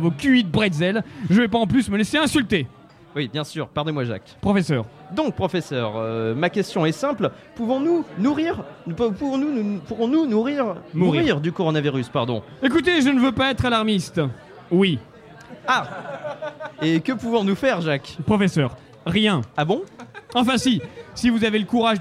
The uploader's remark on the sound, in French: En direct du Lou Pascalou. N'a plus de micro au bout d'un certain moment.